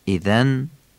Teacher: کسره اذن فصیح خوانده بشه، اذن. و ذال اذن هم نوک زبانی نازکه